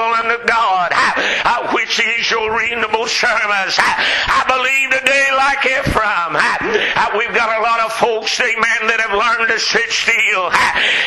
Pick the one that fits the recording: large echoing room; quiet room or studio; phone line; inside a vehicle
large echoing room